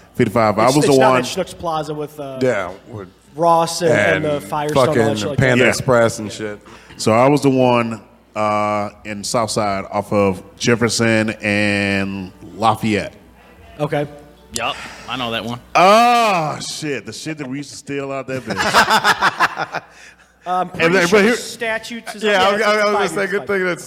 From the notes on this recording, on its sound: live from Peppers Bar & Grill